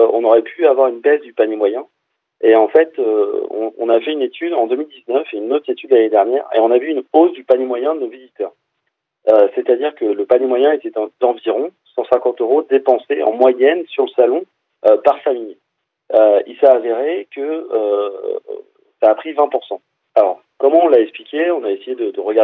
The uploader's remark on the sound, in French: nous avons pu avoir par téléphone